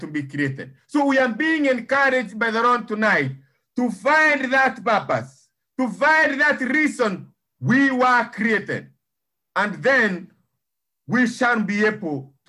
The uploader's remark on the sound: Thank you for praying and joining Living Effectively zoom meeting. To hear our children reading the scriptures is a blessing.